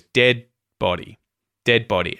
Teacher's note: So, to mute it, effectively, your tongue is going in the position to say that D sound. It just doesn't release. You don't get the D at the end. · Term: muted